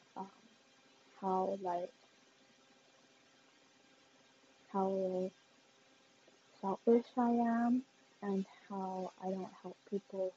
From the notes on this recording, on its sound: Please excuse the bad audio not sure why it’s like that